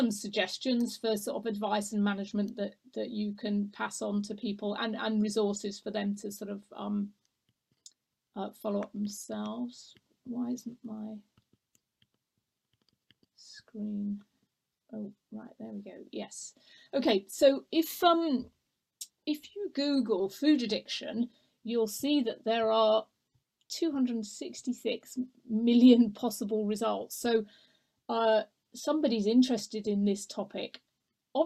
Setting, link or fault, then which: link, video call